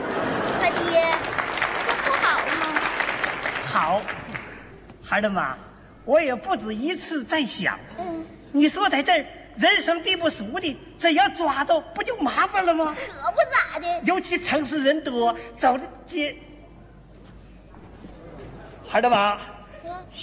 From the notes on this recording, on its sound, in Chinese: 還有聽故事的觀眾